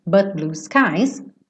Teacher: Eu ia fazer esse T, but, mas eu já tô fechando a boca pro B, blue, então o T acaba sumindo.